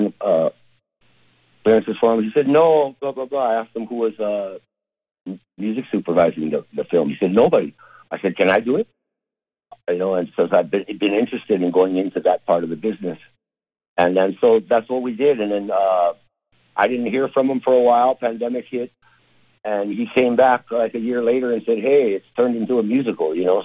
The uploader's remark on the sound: chats by phone